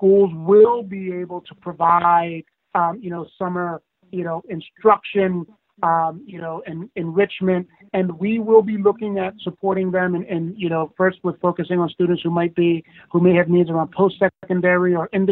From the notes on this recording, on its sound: conference call